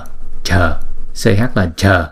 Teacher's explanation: Thì chữ ch này á là chúng ta đọc bằng phần palatal. Palatal là cái phần gần gần cuốn họng.